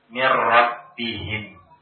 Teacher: Maka membaca idgham ini tetap, karena namanya adalah idgham, tetap nun sukun atau tanwin dimasukkan ke huruf lam atau ra-nya. Ya, dimasukkan ke dalam huruf lam atau ra-nya, tapi tidak ada gunnah. · Term: idgham bighairi gunnah